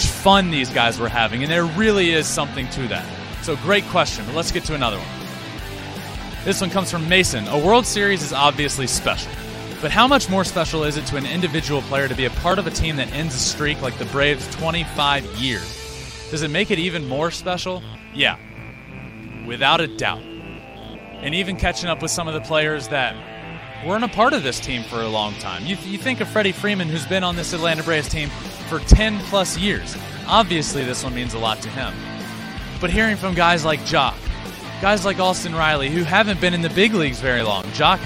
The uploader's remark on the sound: LIVE from Minute Maid Park after Game 6.